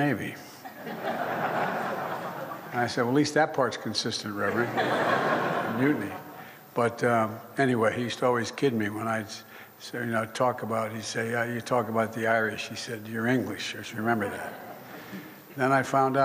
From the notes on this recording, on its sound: addressed a small audience in Belfast